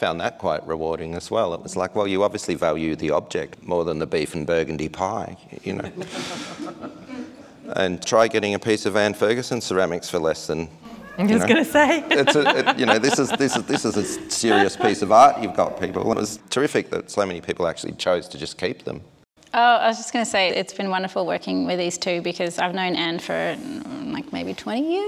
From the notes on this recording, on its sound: The audio in this episode was recorded at a live event that was held as part of the Castlemaine fringe arts festival